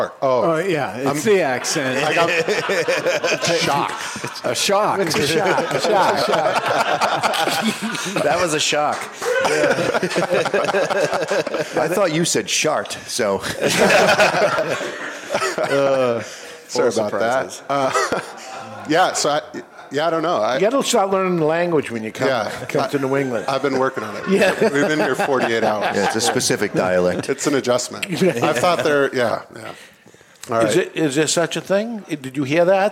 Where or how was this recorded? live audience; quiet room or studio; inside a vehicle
live audience